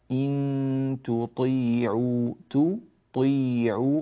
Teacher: الكسرة لا تؤثر في قوة التفخيم في حرف الطاء. إن تطيعوا تطيعوا، فالطاء هنا تأخذ حقها من التفخيم.